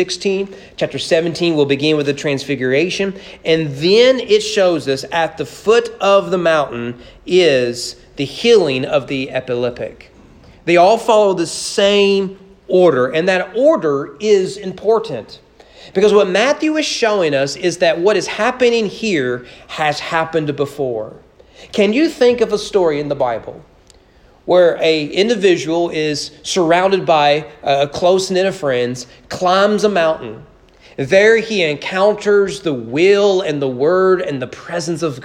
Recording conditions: large echoing room